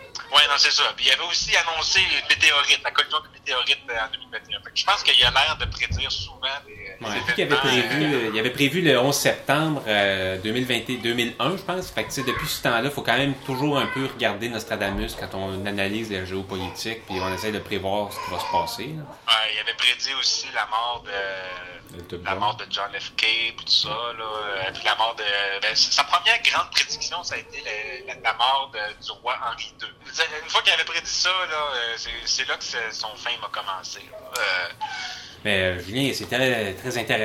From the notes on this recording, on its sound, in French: Se joint à nous par la merveilleuse technologie qu'est le téléphone. Enregistré à Tétreaultville (Montréal).